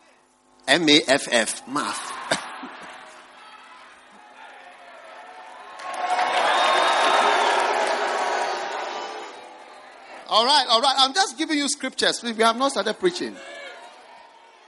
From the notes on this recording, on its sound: Preached at the First Love Center.